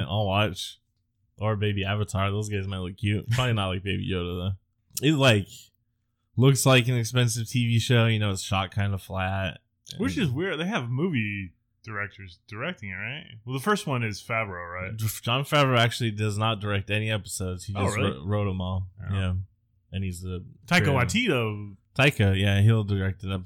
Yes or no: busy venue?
no